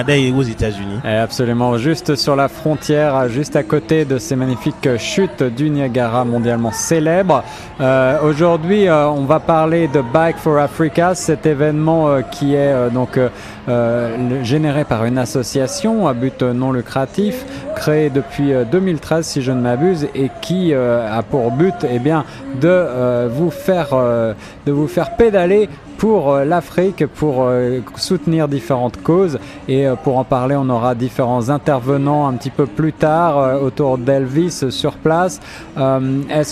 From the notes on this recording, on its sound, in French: En direct de Niagara Falls: Bike for Africa avec Brussels Airlines, le 07 Octobre 2017